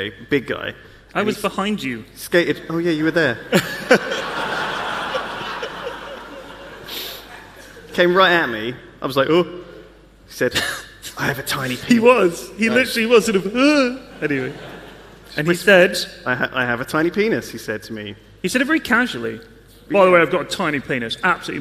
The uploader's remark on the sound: Live from YogCon